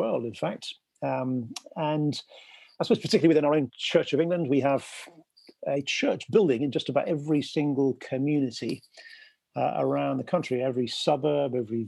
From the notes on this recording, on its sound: Sorry for any issues with the quality of audio this time as we continue to record over zoom.